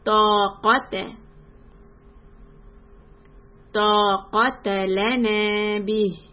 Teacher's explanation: here we have ta heavy sound, qa heavy, ta is soft